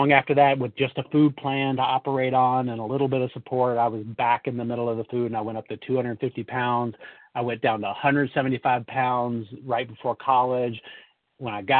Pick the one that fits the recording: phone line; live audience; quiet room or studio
phone line